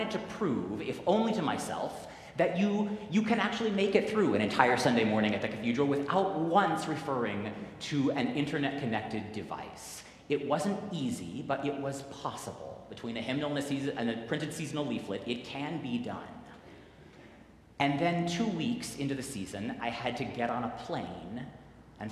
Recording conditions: large echoing room